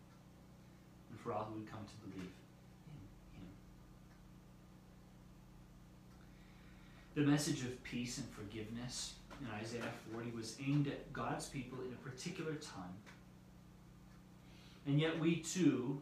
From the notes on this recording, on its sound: Due to a power outage at the church meetinghouse, we did not gather this week.